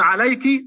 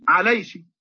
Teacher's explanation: والكشكشة يزودون يجعلون الشين مكان الكاف · Shown in: second take · يكون عليك عليش، ها وهكذا.